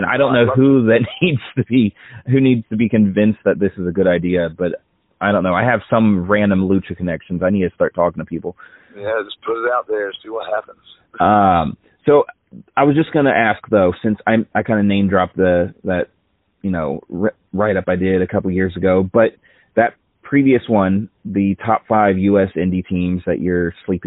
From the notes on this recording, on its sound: This episode features a phone chat